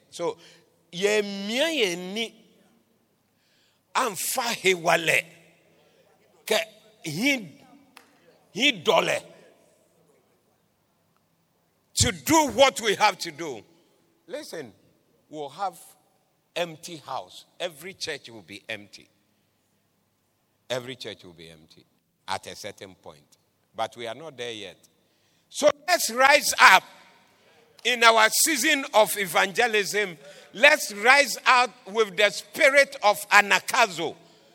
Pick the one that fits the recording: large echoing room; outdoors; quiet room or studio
large echoing room